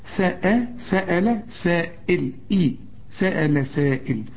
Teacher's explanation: كلمة سائل لازم تقول سائل عند الوقف وعند الوصل لأن فوق الألف بتاعت سائل دي شرطة العريضة علامة المد، وبعد المد كمان علامة الهمزة في كلمة واحدة سأل. وشوف الهمزة تكون أكثر رقة إذا كانت مكسورة